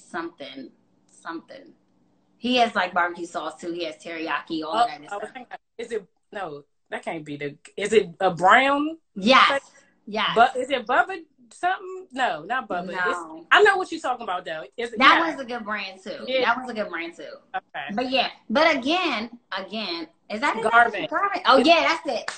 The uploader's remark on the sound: Wellness Wednesday IG LIVE